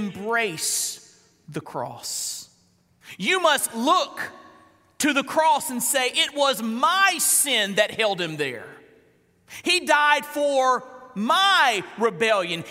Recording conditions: large echoing room